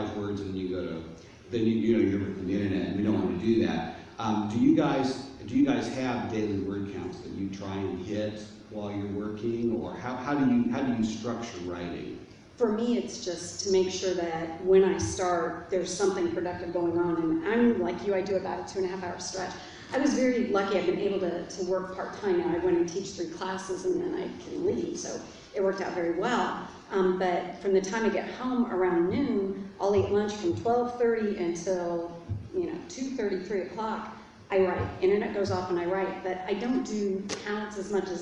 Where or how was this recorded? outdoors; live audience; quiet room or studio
live audience